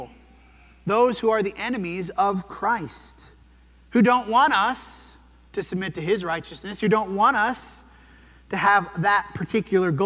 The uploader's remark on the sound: This sermon was preached at the Dewey Church of Christ on March 26, 2023.